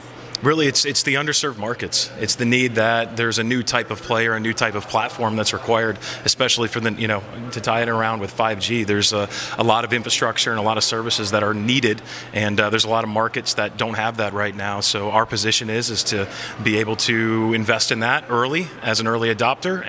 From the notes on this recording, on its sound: Live from the Telecom Exchange's first 'Pop-Up' event, TEX Dallas.